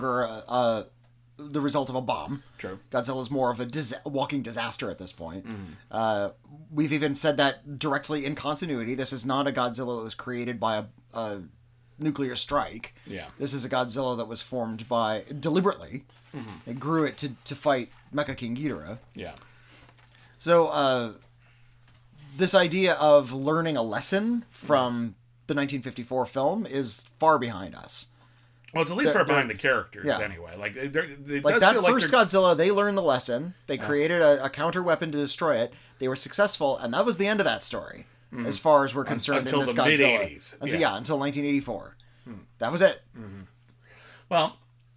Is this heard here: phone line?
no